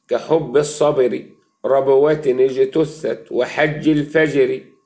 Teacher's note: واحرص على صفتي الشدة والجهر في الباء والجيم